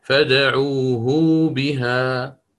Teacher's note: فنبين المد حتى لا نختلس هذه الصلة